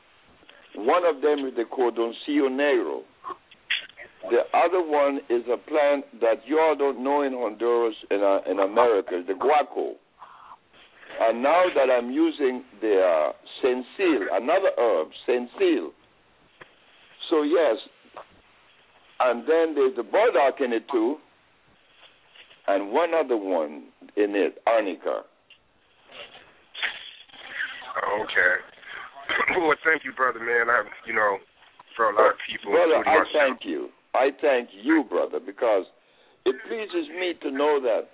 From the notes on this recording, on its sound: open up the lines and let the audience engage in a Q&A